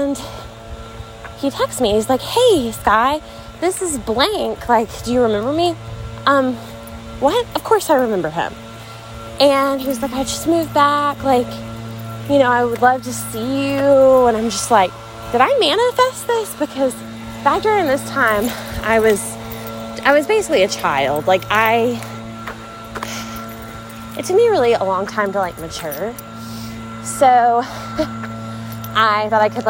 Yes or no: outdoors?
yes